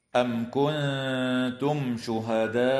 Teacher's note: الميم الساكنة في قوله تعالى: أم كنتم شهداء، حكمها الإظهار الشفوي، وتخفى النون الساكنة عند التاء مع الغنة مرققة في كلمة كنتم، وتمد الألف من كلمة شهداء بمقدار 4 أو 5 حركات من قبيل المد المتصل